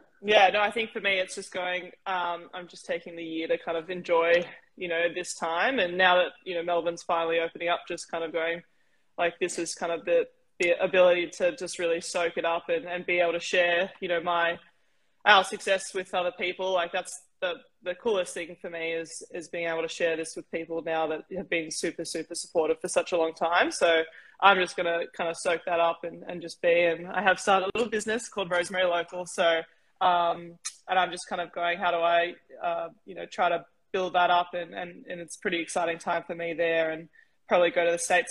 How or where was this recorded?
video call